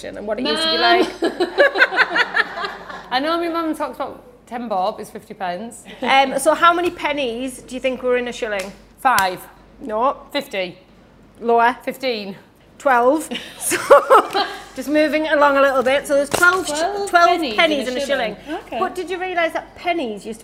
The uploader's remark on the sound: Join us for a very special 'back to school' episode jam packed with fun finance facts, lots of games and even a live audience!